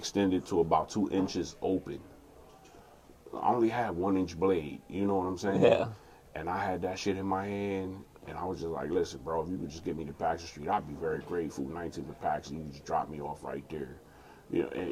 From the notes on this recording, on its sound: We recorded this Thursday 11/10/22 at the Comedy Zone before the mic.